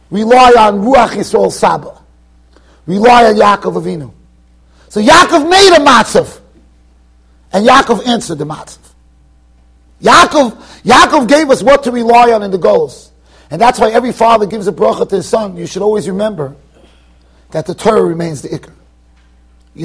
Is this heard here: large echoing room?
yes